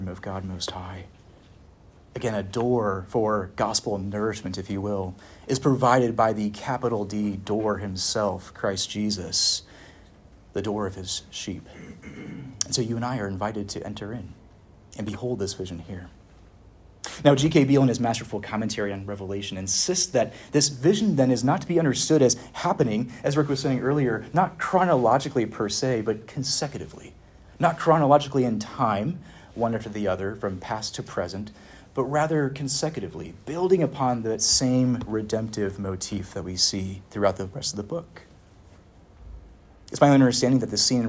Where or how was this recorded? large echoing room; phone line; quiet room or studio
large echoing room